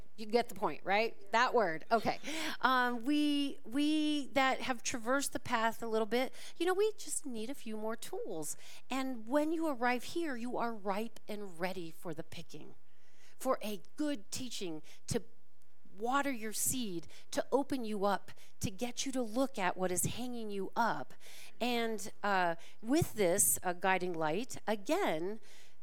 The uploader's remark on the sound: This talk was recorded live at the Center for Spiritual Living Prescott on December 24, 2023.